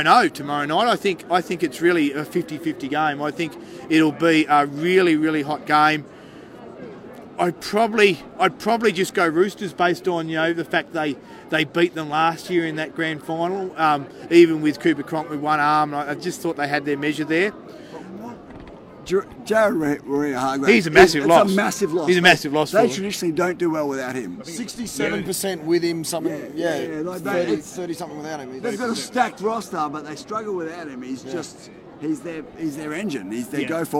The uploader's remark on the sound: The Greenhouse Live was on location at Canberra Stadium